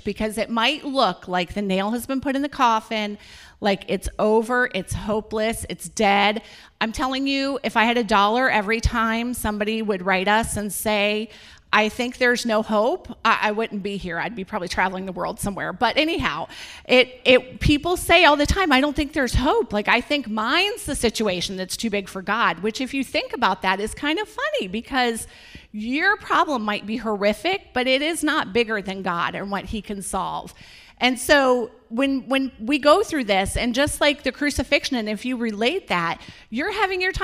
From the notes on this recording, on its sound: This is the full replay of the LIVE Rejoice Pompano Bible Study from April 2018